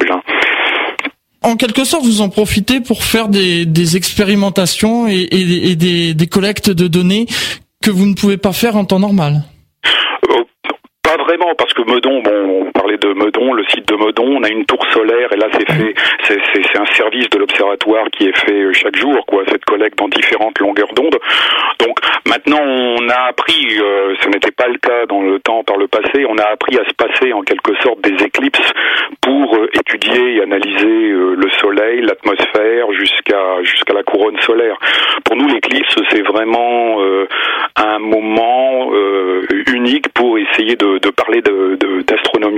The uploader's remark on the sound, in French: par téléphone